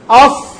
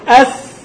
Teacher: لما أظهرت استعلاءها وإطباقها ظهرت الصاد، ولما نزلت به أس ظهر السين · Term: الاستعلاء والإطباق